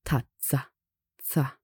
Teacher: When the Z is doubled, you pronounce it more sharply, like a TTS, tazza, tsa.